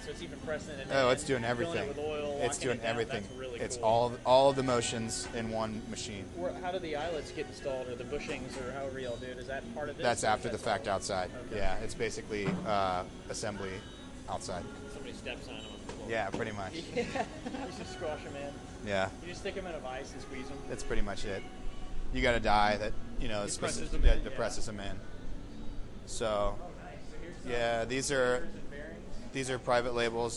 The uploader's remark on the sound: Live from Eibach in Corona, CA